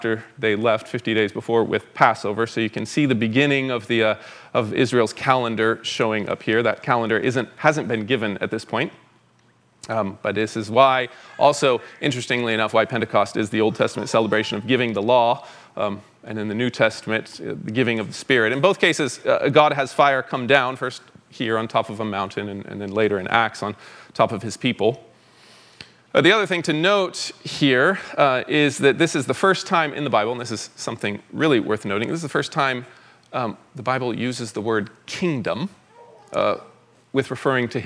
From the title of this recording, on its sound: 2023 Fall Conference Talk #1